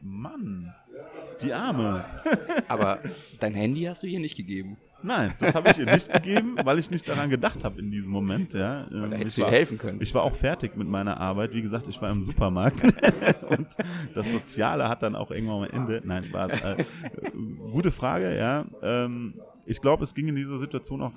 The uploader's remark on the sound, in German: Aufgenommen haben wir den Podcast in einer unserer Lieblings kneipen in Frankfurt.